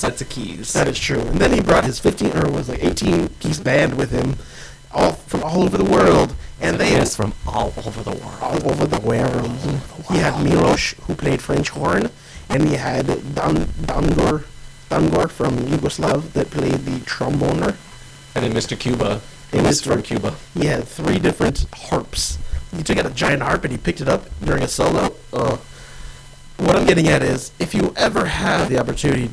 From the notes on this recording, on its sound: The audio is pretty fubared on this episode initially, but it gets better as it progresses. No idea what happened that goofed it up. Glitchy initial audio.